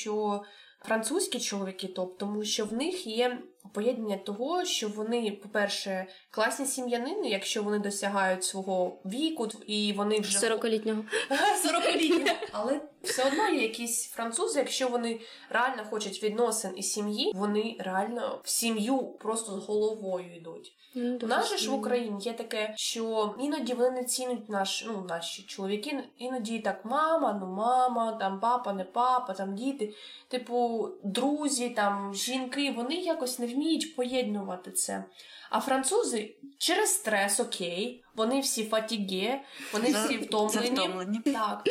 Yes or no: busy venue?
no